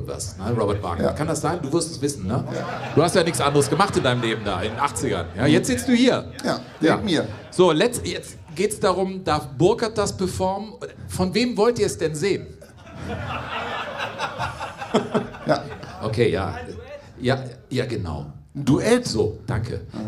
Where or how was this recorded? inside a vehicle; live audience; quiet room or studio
live audience